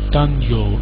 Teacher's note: …, it's just a schwa sound in the last syllable.